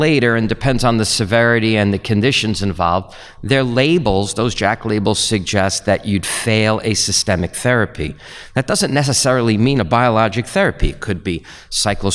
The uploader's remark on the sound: live at Winter Clinical Hawaii 2023